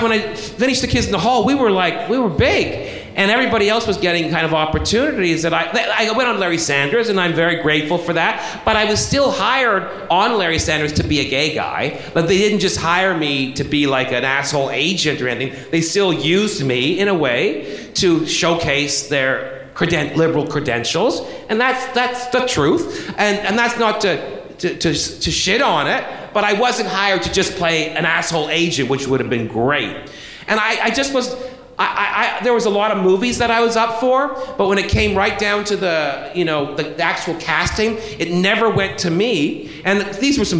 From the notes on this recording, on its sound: live at SF Sketchfest